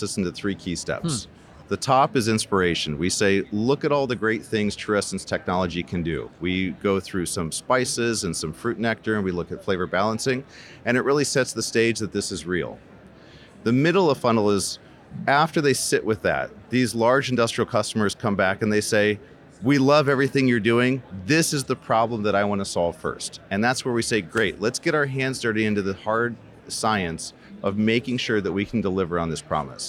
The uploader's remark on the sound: joins us from the Rally Innovation Conference